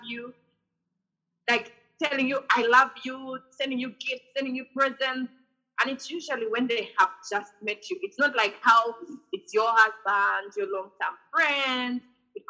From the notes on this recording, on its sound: We hosted this episode via zoom